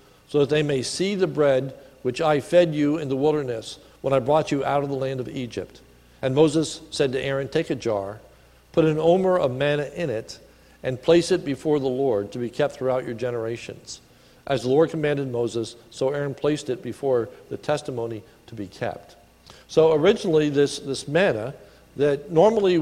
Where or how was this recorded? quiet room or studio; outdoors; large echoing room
large echoing room